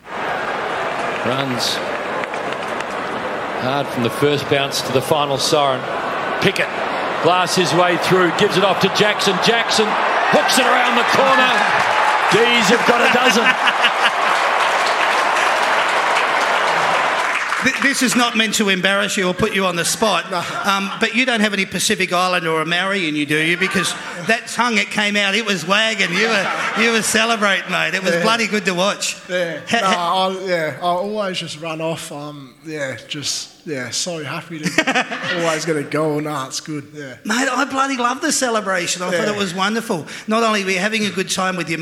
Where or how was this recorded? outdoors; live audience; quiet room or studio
live audience